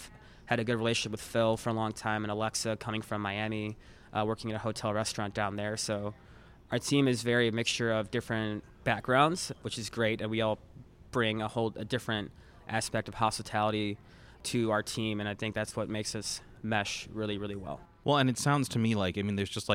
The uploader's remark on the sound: Upscale Italian restaurant Adalina in Chicago's Gold Coast. In an interview recorded at the restaurant.